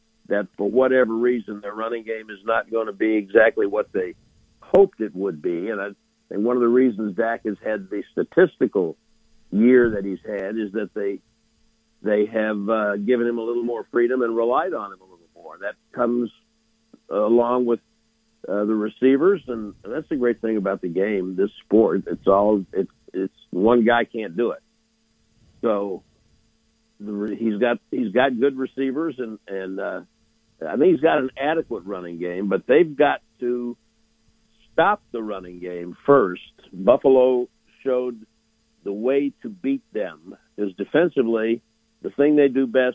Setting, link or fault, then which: link, phone line